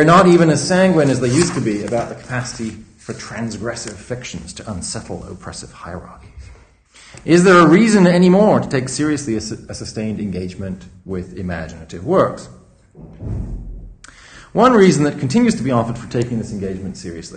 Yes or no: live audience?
yes